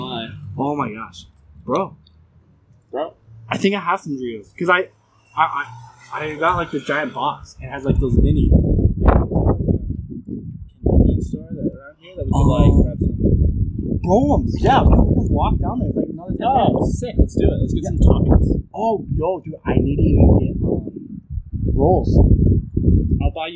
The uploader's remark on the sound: Sorry for the wind